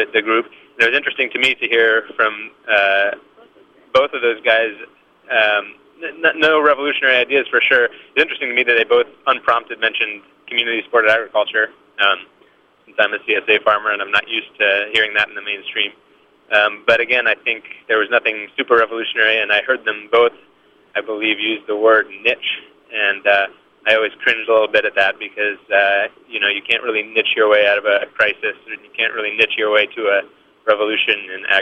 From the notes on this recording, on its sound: live from the Drake Forum!